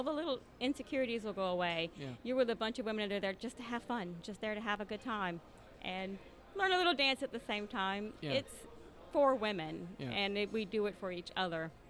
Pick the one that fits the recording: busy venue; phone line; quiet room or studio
busy venue